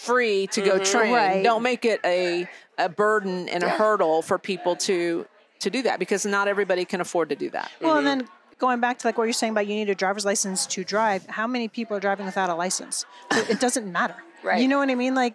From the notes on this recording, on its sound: live from YWLS